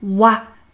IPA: ʃwazir